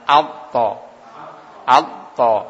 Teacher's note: to ini termasuk huruf qalqalah yang kita ketika memantulkan arahnya ke fathah